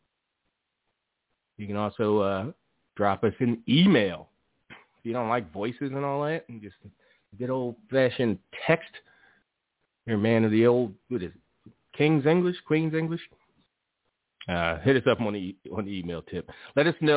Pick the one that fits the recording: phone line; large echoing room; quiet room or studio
phone line